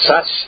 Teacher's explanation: si nos enseñaron a pronunciar que esa zeta se pronunciaba ese, entonces era sas